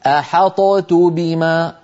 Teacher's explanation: نقلقل الطاء ثم ننطق تاء ثقيلة ثقيلة